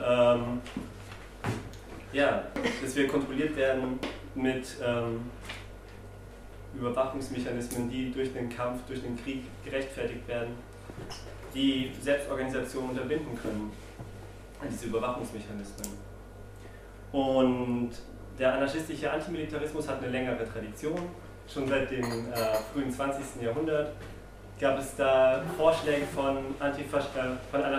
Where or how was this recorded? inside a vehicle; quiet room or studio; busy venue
busy venue